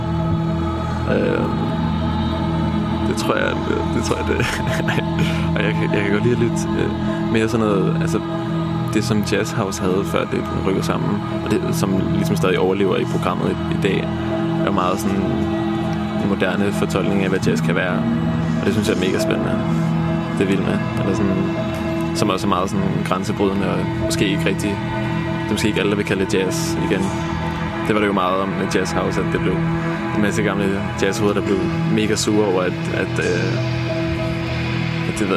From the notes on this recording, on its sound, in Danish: Absalon Radio Besøgte Alice i den første uge af Jazzfestivalen 2021. Vi blev lukket ind i den hyggelige gård ved Alice hvor de i år har rykket festivalen ud under åben himmel.